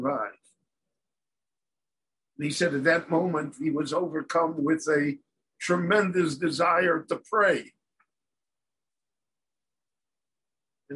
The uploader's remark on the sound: given LIVE in Jerusalem via Zoom